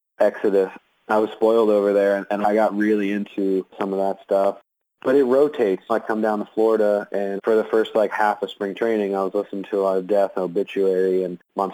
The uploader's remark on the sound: The interview was conducted over the phone.